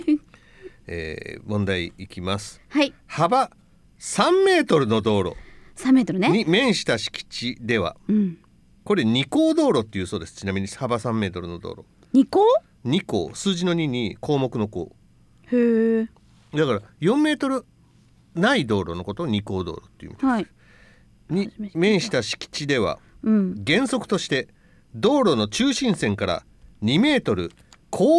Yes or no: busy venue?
no